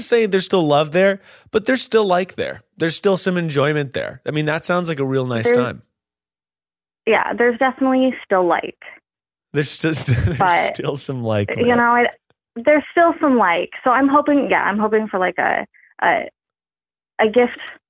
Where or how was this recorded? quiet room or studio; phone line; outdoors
phone line